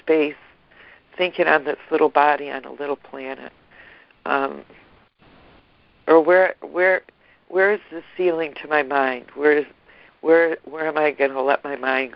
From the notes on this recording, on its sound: ACIM Daily Conference Call.